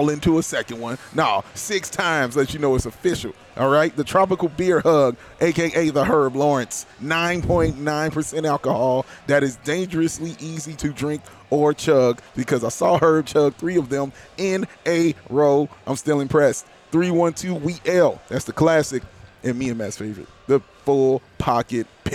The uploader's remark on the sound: The CHGO Bulls crew are LIVE from Victory Burger & Wings at Circa Resort & Casino for their final Summer League show in Las Vegas!